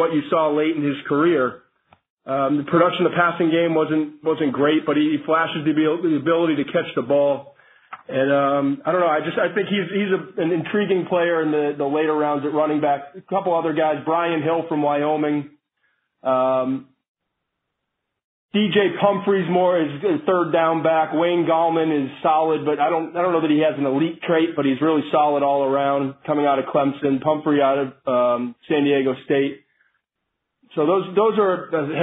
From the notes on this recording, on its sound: NFL Draft Conference Call